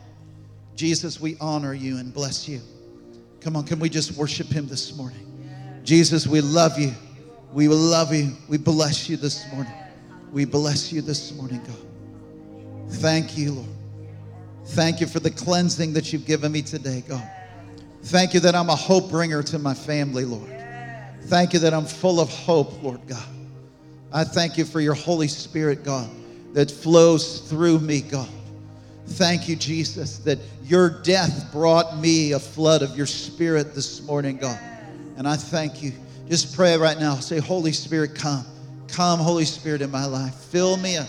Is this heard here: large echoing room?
yes